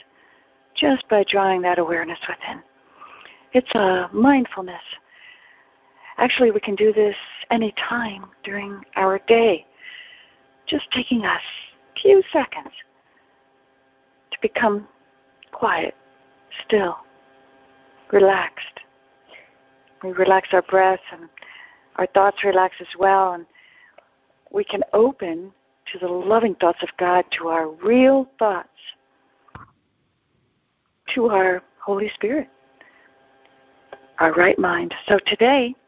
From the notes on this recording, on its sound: ACIM Daily TEXT Conference Call.